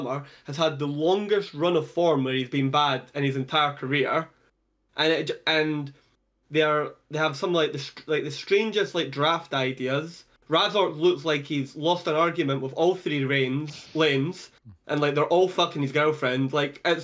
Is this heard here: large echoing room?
no